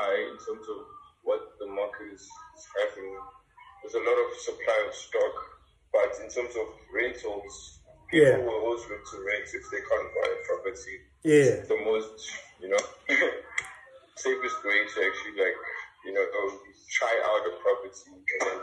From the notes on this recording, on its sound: Had a telephone Call